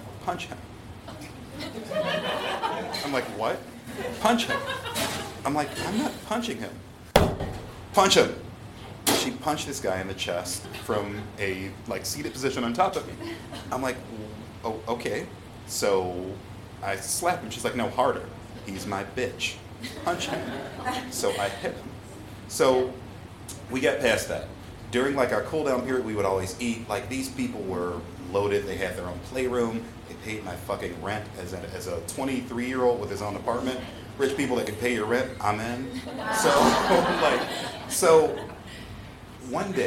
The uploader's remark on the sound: A selection of stories told on stage in 2022. Goes south is a live storytelling event out of Charlotte, NC. This podcast combines audio recordings from these live events. Goes south live events take place on the 3rd Tuesday of the month at Petra's in Historic Plaza-Midwood, Charlotte, NC.